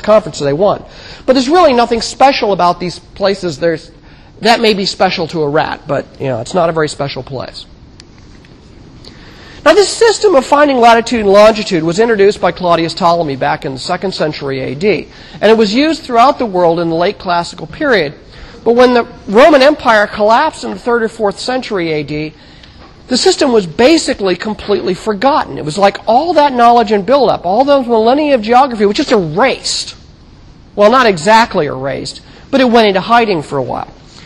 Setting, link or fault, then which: setting, large echoing room